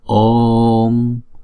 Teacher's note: chữ O là diphthong, chúng ta sẽ đọc hai nhịp. Cho nên chúng ta kéo dài chữ O trước rồi mới đóng chữ O lại sau.